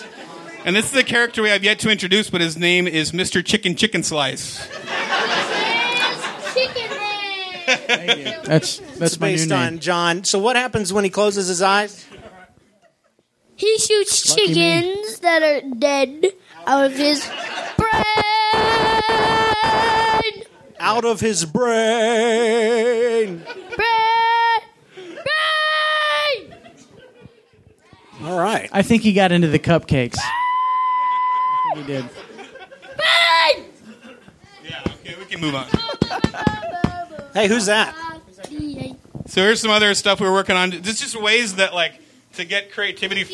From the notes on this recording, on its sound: Panel Discussion from the Axeiversary Event. This is the audio captured from the Axeiversary event on January 27th at Meltdown Comics in Los Angeles, California.